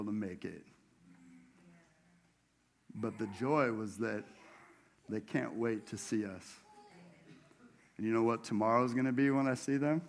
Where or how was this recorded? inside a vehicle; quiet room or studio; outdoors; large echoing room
large echoing room